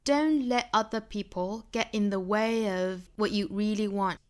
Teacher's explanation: t 的发音它没有发出来，也没有做连读。包括像 get 这个 t 的发音，包括像后面的这个 what 北部的 t 的发音，跟后面的半元音也好，跟后面的这个元音也好，都没有做连读，它是这样读的 Don't let other people get in